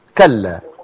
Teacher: اللام المشددة لا غنة عندها